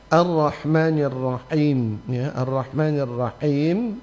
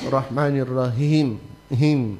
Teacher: maka ha-nya itu ha tenggorokan tengah · Shown in: first take · sehingga tidak berbunyi Rahmanir Rahim him, bukan, tapi im ya.